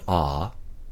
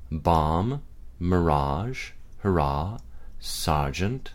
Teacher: The sound ah, the script a, is the most open, fully back vowel sound in any language. In English, it isn't as far back as it might be in some languages, but it is still the most open sound of our speech.